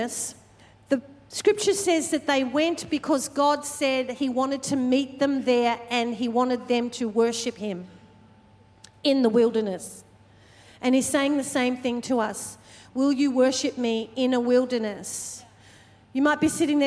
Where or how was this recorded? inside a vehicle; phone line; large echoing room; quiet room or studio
large echoing room